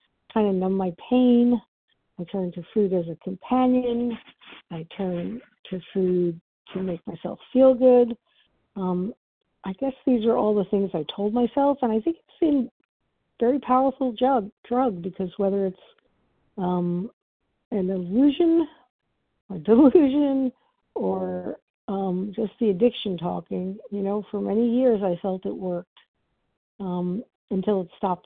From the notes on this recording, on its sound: from the 100 Pounders Phone Meeting, 2/24/23